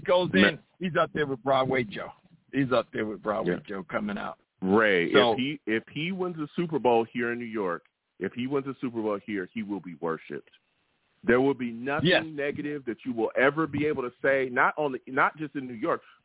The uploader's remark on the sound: I take live callers!